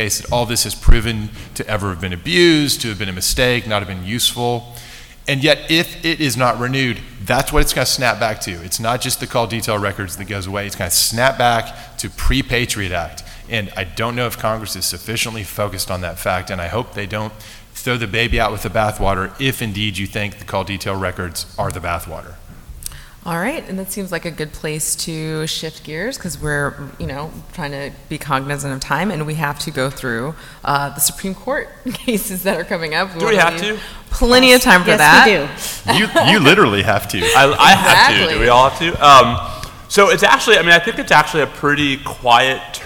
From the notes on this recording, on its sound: We recorded this one in front of a large live audience at the Annual Review of the Field conference run by the ABA Standing Committee on Law and National Security.